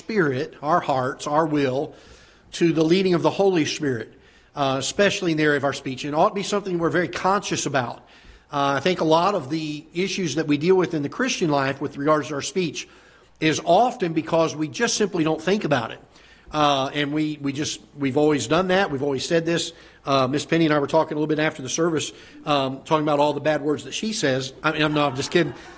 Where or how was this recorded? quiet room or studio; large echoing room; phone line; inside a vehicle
large echoing room